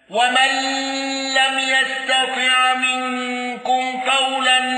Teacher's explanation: قالون بسكون ميم الجمع والغنة